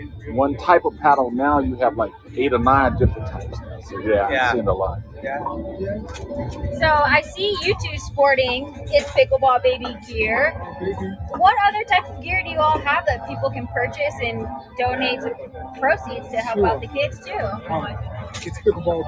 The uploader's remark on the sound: Live from Las Vegas - The Shamrock Open